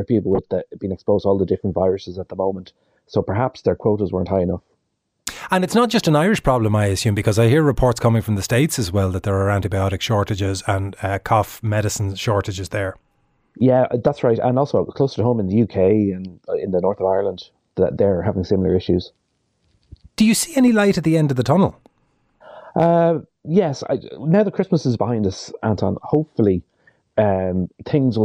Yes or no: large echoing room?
no